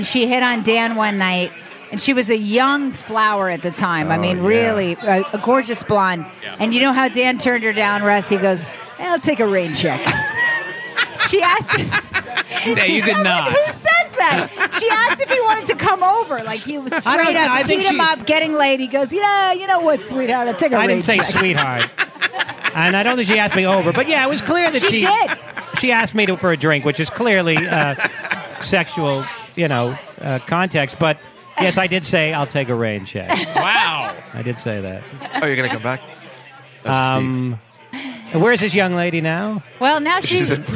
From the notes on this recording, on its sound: LIVE from the legendary Comic's Table at the legendary Comedy Cellar in the West Village in New York City